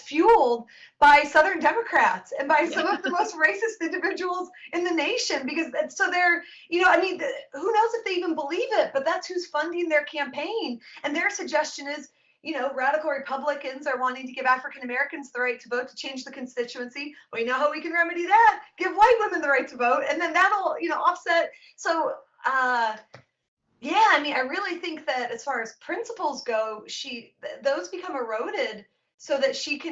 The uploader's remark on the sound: April's Documents in Detail webinar